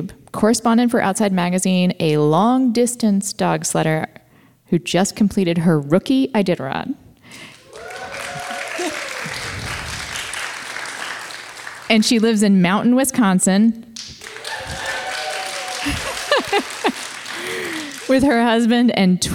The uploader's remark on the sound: At Cap Times Idea Fest in Wisconsin in front of a live studio audience.